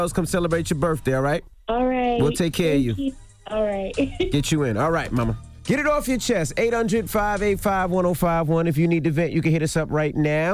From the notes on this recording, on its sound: we opened up the phone lines